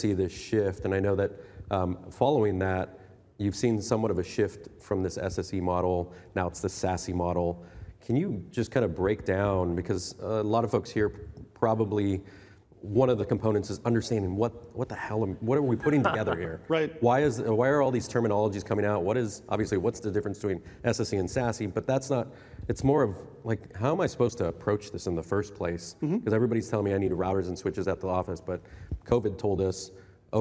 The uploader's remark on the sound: This #podcast is a recording of that event.